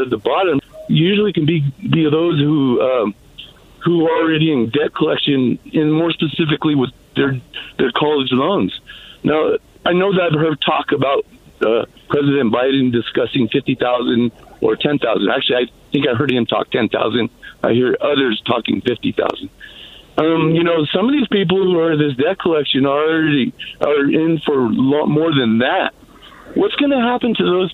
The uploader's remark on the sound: answers listener phone calls in a progressive town hall